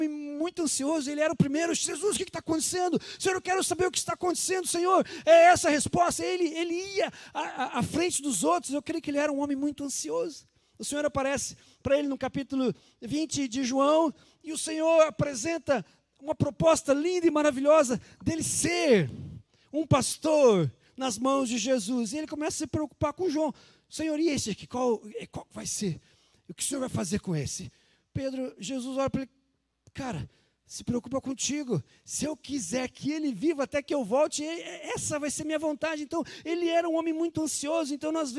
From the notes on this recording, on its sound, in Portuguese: Culto de Páscoa, dia 12/04/2020 na Igreja ABA Curitiba (Transmitido ao vivo)